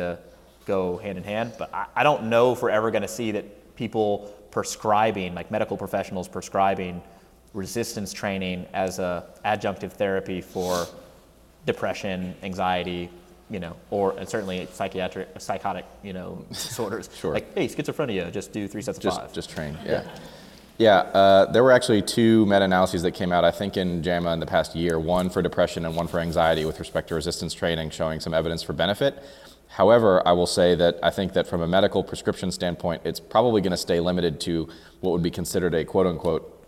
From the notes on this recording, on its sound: This is a Q/A recorded at our 2019 San Antonio Seminar on 3/30-3/31.